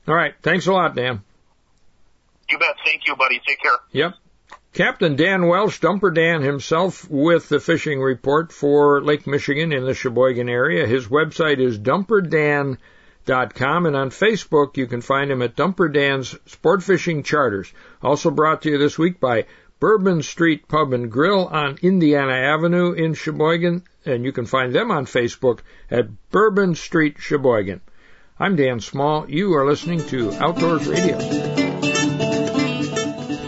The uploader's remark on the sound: Calls in from Stockton Island on Lake Superior. Day 1 of a three day camping trip in the Apostle Islands.